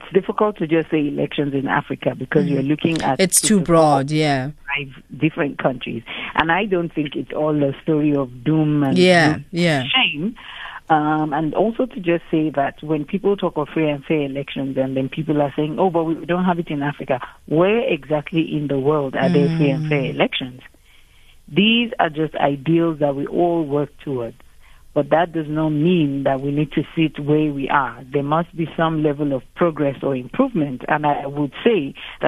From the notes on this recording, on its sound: GUEST (phone)